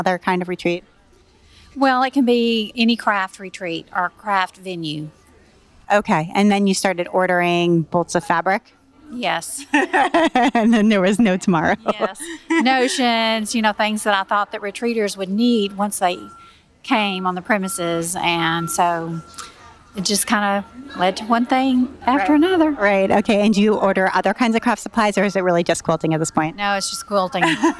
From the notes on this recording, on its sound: Recorded at Fall Quilt Market in Houston, Texas. I did man-on-the-street style interviews with shop owners I’d never met before, walking up to them while they were in line for Sample Spree or sitting down with them at the round tables outside of the Schoolhouse classrooms.